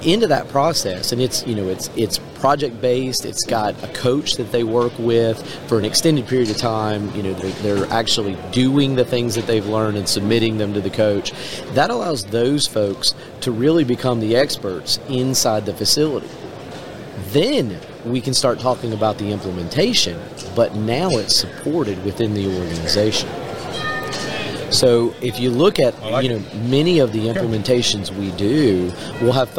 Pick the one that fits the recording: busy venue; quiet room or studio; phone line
busy venue